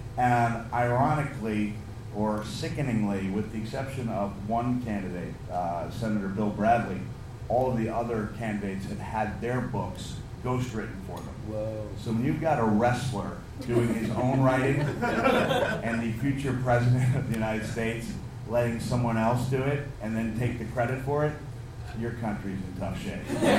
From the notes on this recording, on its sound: Live at the Edinburgh Fringe. Hope you enjoy the podcast as much as the live audience.